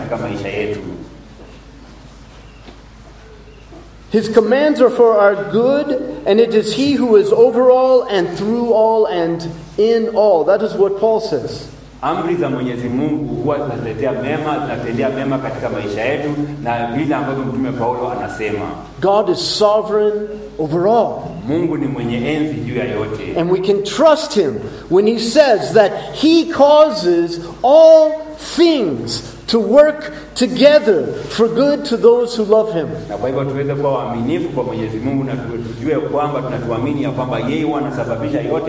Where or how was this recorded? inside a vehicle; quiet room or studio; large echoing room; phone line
large echoing room